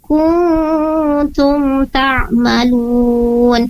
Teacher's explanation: Nah, kemudian untuk selanjutnya ada di kata kuntum ta'malun. Di sana ada nun sukun bertemu dengan huruf ta, maka hukumnya adalah ikhfa. Ditahan dua harakat. Kuntum ta'malun.